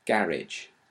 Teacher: So some older speakers particularly tend to stress the second syllable, garage, in the French way, whereas younger speakers tend to have stress on the first syllable, garage